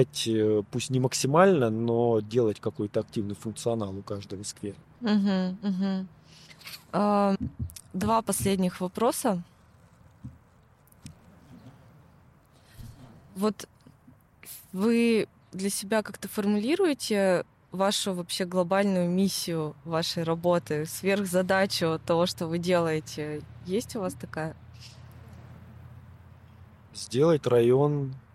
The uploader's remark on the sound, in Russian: Подкаст записывался в сквере Алое поле.